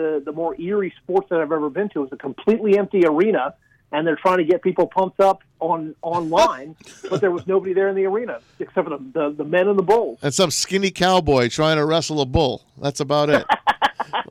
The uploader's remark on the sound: The guys are joined on the phone